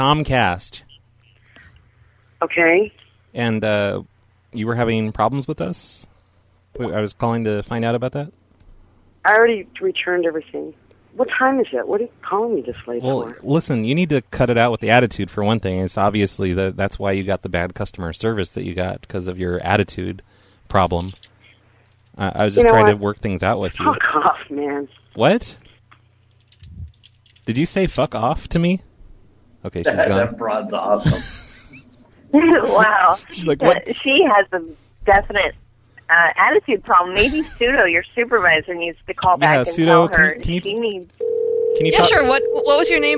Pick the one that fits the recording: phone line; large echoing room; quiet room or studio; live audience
phone line